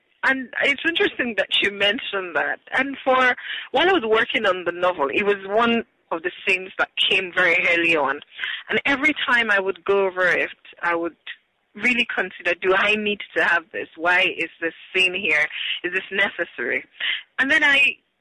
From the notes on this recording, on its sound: joins me on the phone from Lagos, Nigeria